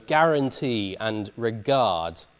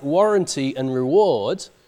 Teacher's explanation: where standard French has a G, Norman French has a W